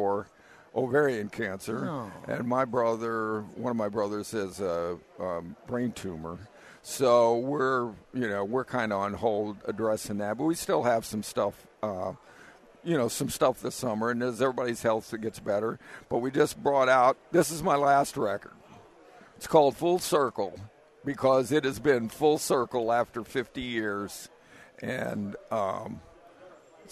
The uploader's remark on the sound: Live from Woodworking Show